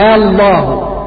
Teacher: تنطق بالهمزة مرققة وتنطق باللام من لفظ الجلالة مفخمة